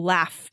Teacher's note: as I make that sound, the F, right? I don't feel any vibration.